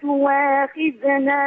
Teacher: ورش رحمه الله يبدل الهمزة واوا في كلمة تؤاخذنا فرواها لنا تواخذنا، وهي لهجة عربية صحيحة فصيحة.